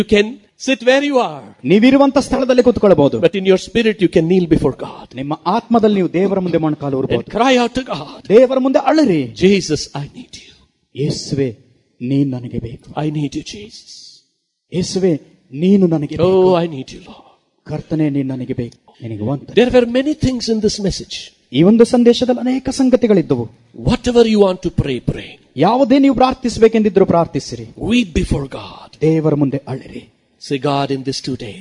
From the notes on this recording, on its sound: This message was spoken in Naregal Conference in 2011.